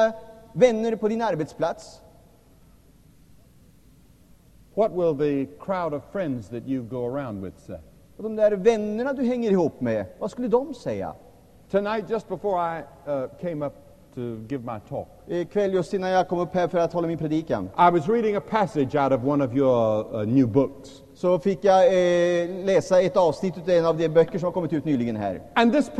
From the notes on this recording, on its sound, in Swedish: Inspelad i &#196;lvsj&#246;m&#228;ssan, Stockholm